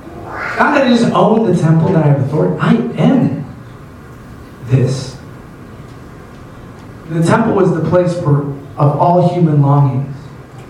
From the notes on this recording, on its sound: Sorry for the audio quality. Our normal equipment was not available.